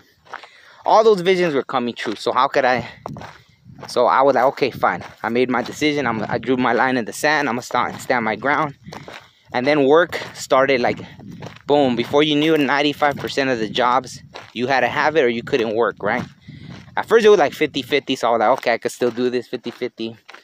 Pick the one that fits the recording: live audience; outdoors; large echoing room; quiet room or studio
outdoors